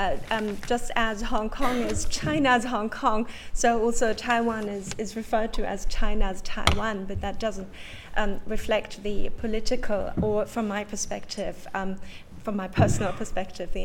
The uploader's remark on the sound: Talk recorded at event Wednesday 23 October: 6:00pm - 7:30pm St John's College Fisher Building, St John’s Street, CB2 1TP